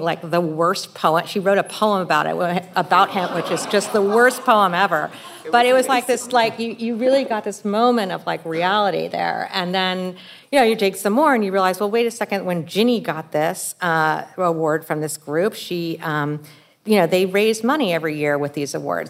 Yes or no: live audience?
yes